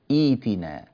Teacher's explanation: لأننا بدأنا بكسرة والهمزة تبدل حرف مد من جنس حركة ما قبلها